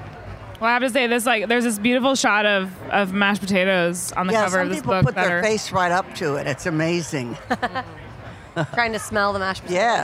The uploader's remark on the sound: HRN On Tour recorded live at Charleston Wine + Food.